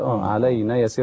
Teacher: تسقط الألف علينا يسير تجعلها نون مفتوحة فقط